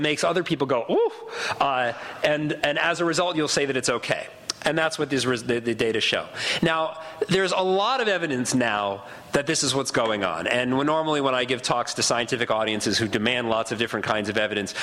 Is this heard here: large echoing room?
yes